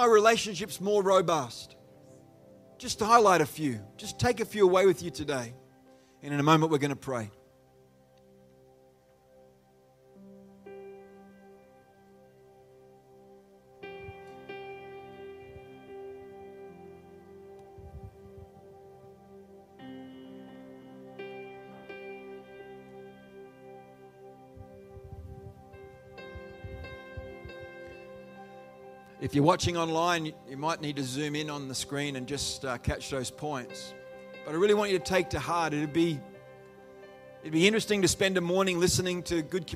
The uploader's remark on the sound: The live stream of Destiny Church Atherton.